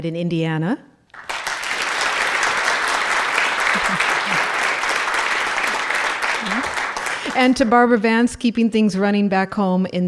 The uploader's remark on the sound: As we travel to the University of Notre Dame to celebrate the 150th anniversary of its College of Science with a show recorded in front of a live audience. Recorded at the Eck Center at the University of Notre Dame.